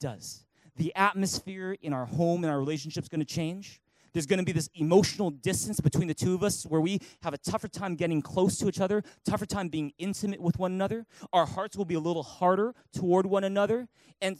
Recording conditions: large echoing room